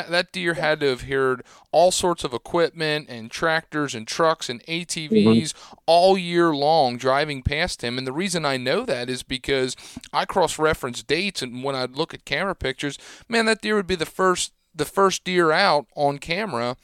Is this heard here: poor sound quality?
no